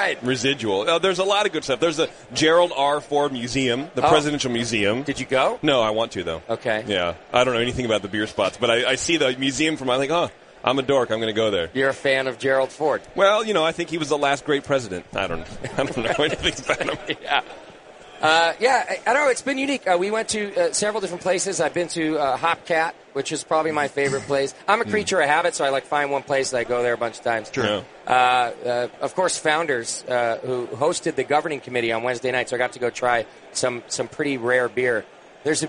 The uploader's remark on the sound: Live from NHC 2014